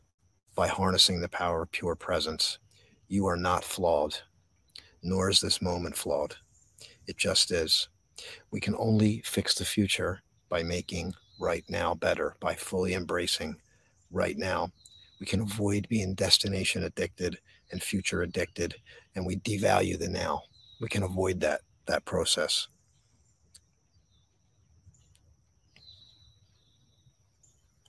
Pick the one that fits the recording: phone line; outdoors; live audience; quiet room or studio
outdoors